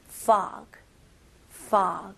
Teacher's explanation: 그리고 모음이 살짝 길면 더 좋고요